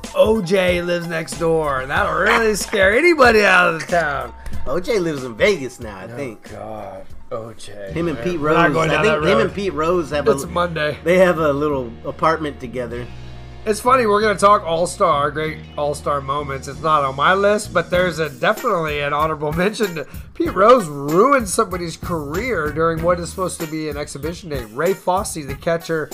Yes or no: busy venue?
no